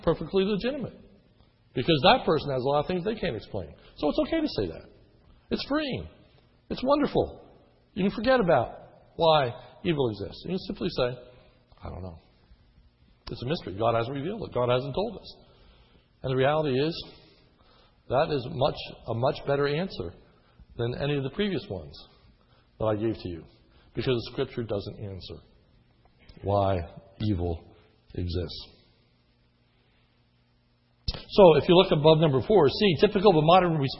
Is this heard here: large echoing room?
yes